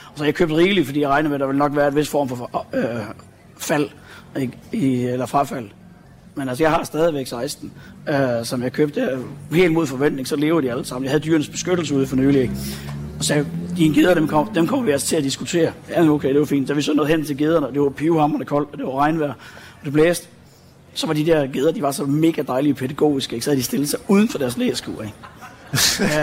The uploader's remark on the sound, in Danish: Live fra Naturmødet 2023. I dagens afsnit bliver lytterne inviteret med til årets naturmøde i Hirtshals. Et hemmeligt møde i klitterne ved Hirtshals. Lov til at låne sofaen på Lifescenen. Til en times livesending.